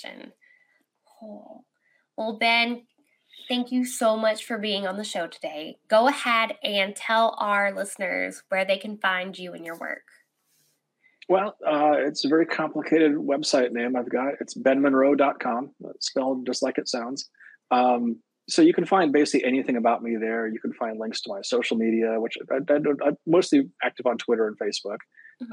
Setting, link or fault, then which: link, video call